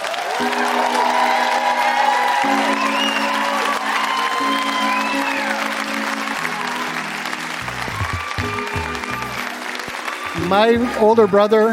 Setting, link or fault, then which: setting, live audience